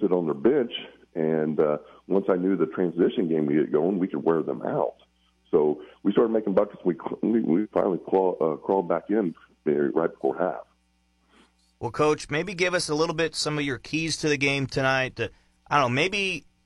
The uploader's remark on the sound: Opened up the phone line to listeners.